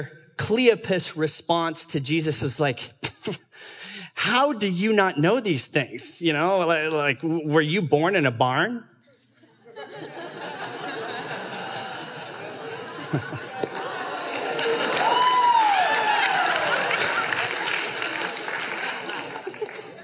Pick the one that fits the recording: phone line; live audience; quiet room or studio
live audience